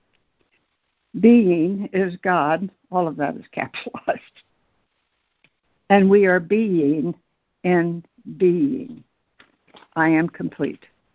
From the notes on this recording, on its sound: ACIM Daily Conference Call